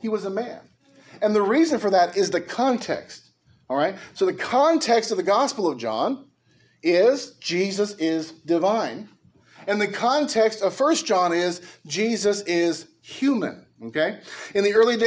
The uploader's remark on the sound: A message preached at Liberty Baptist Church in Norwalk, Ca.